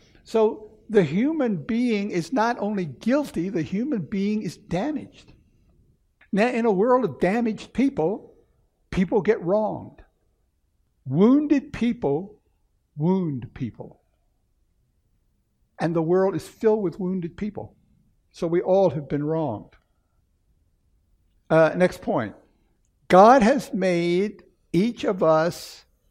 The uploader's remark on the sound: Recorded 3/5/2016 at Camelback Bible Church